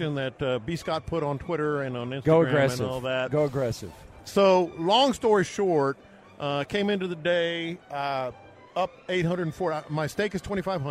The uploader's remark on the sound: LIVE in Vegas